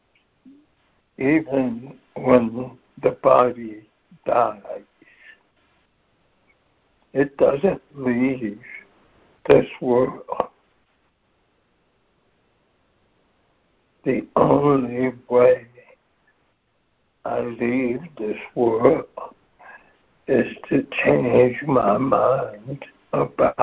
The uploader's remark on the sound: ACIM Daily Conference Call